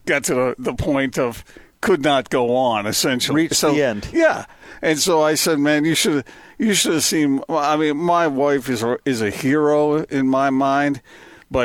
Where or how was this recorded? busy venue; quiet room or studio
busy venue